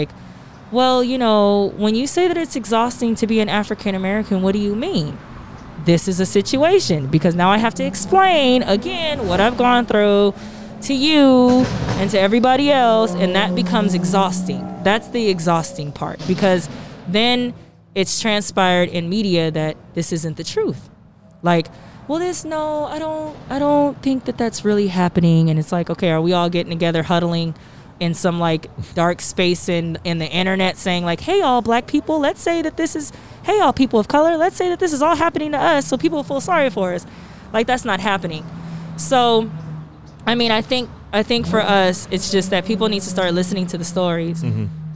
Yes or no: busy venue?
yes